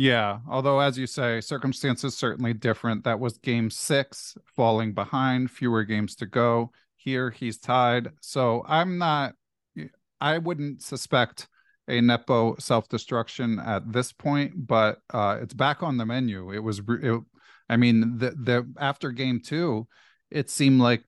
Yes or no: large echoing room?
no